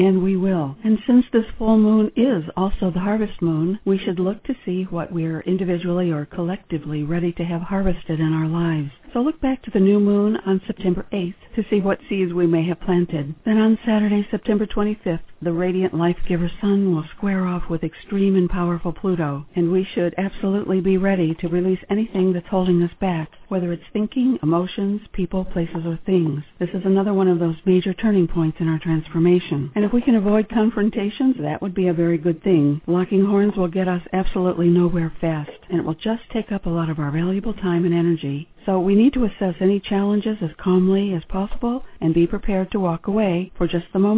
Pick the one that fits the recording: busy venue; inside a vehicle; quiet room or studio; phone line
phone line